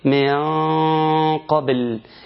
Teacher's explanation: أنا بفخم الغنة، لأن الغنة تتبع ما بعدها · Term: الغنة مفخمة